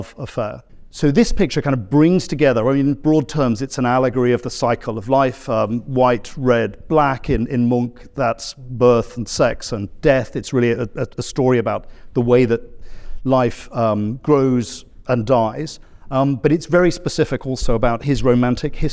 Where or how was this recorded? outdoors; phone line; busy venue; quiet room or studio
busy venue